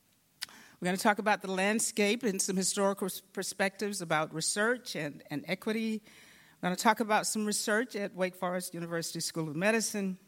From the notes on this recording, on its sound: In this session recorded at CRAACO 2022